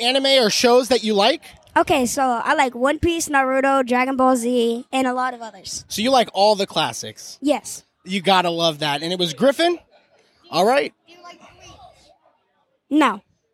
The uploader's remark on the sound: BetaQuest 2023 (Live Recording). Which was a convention created so the Junior Beta Club can raise money to go to national competition this summer. This episode was recorded live and includes most of what we were able to gather at the event, outside of a few recordings that were unfortunately unusable.